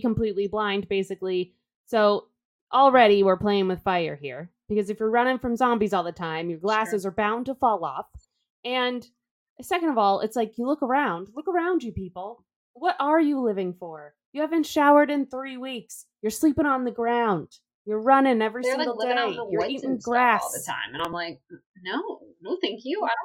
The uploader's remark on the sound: Our audio this week is a little wonky